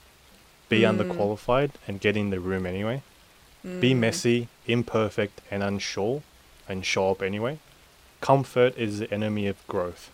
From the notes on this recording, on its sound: Enjoy the sound of the rain in the background.